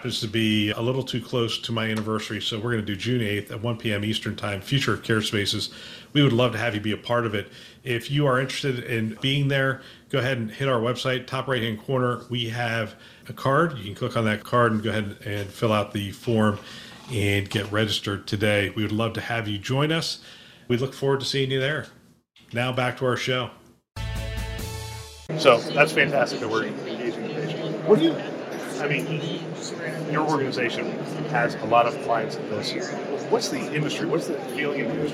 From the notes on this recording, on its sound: It’s an Interview in Action live from HIMSS 2023.